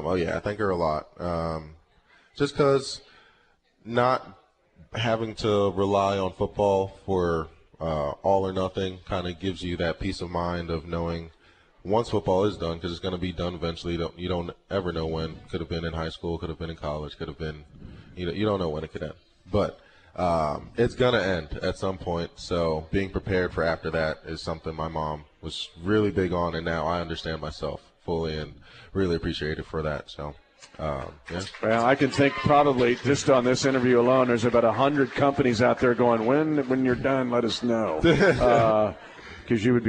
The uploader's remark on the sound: LIVE from Hy-Vee